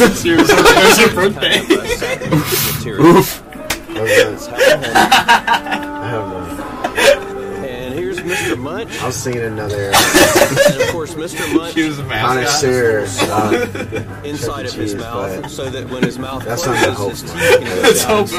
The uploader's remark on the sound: The audio is not perfect and we apologize, we were learning